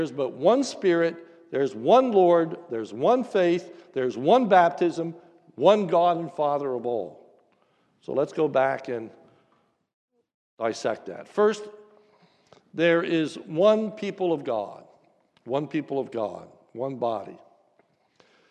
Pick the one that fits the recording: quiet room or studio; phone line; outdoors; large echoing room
large echoing room